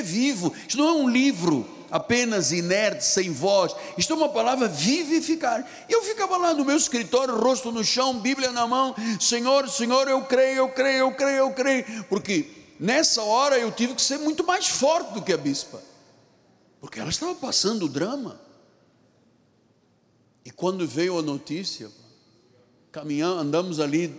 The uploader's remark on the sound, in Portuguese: Culto gravado na Igreja Evangélica Cristo Vive.